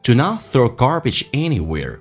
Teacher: Do not, T 去掉，这叫略音。